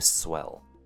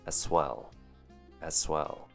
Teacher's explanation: you want to blend the S ending from as into the word well, giving you swell. Start it off with the short A sound and then right into swell.